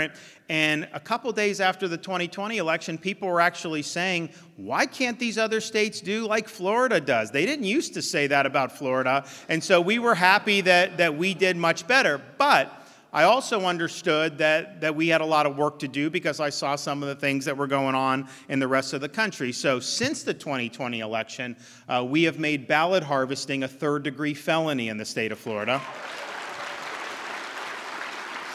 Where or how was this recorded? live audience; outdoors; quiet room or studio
live audience